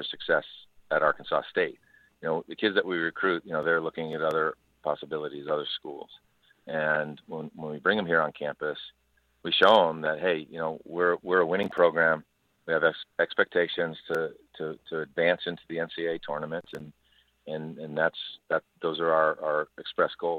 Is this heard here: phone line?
yes